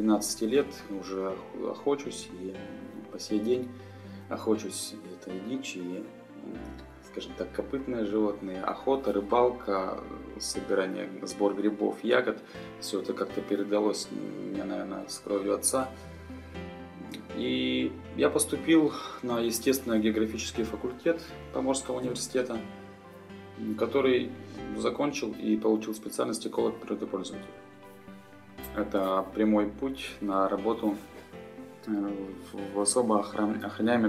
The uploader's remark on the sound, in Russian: И снова у нас необычный выпуск, записанный на диктофон в 500-ах милях от Северного полюса за далекой 80-ой параллелью.